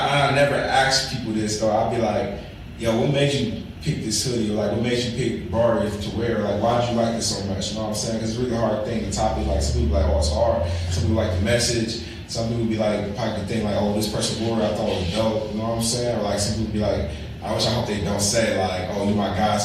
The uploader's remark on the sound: The audio was off on this one. Excuse our technical difficulties.